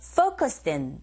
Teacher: D 사운드와 자음, in의 e가 모음이죠. 연음 현상이 일어나서 din, focused in 이렇게 들리게 됩니다.